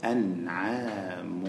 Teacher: تنوين bertemu huruf waw idgham ma'al gunna